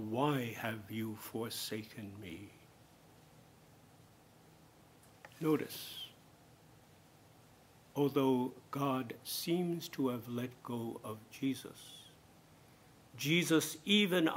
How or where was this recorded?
large echoing room